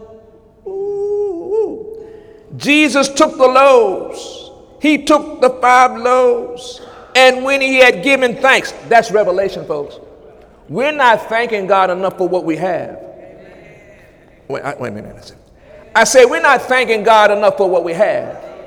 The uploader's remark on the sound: During Sunday morning service on July 23, 2017